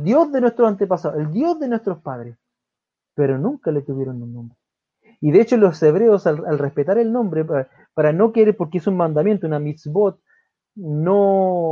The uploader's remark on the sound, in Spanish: Programa grabado en Vivo por Facebook Live